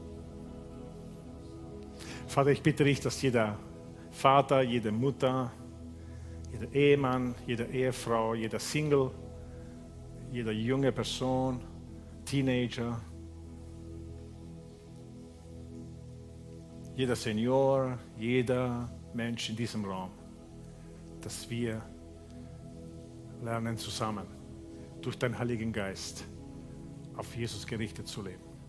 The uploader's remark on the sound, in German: Gottesdienst live aus der LIFE Church Wien